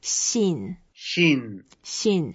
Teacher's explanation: 信 is a fourth tone, so we go down and we can make it longer.